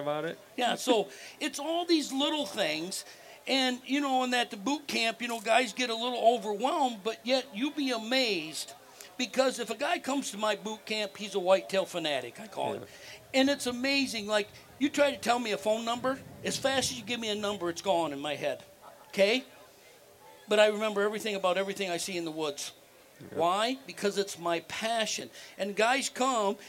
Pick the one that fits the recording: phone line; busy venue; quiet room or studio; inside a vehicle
busy venue